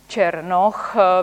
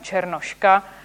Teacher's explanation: V češtině černoch, vytvořený tedy už to samotné substantivum vytvořené od adjektiva černý příponou och, když zdrobňujeme, když vytváříme ženské podstatné jméno černoška, potom se to ch zde mění na š